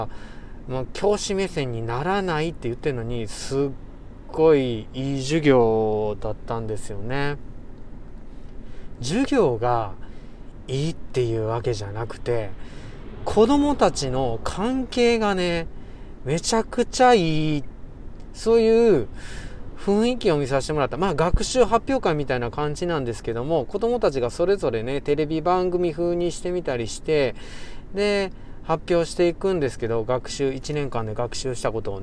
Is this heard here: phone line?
no